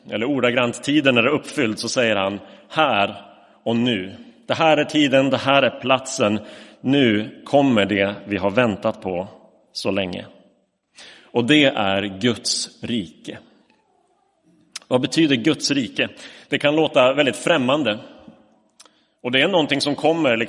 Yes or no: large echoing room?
yes